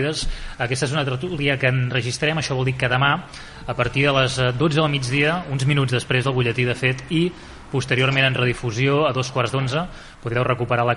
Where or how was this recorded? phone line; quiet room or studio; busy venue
busy venue